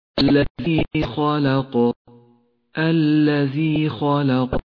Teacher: في الآية التالية لاحظ كلمة خلق. خلق اللام حرف رقق توسط بين حرفين مفخمين الخاء والقاف. اقرأ كذا الذي خلق.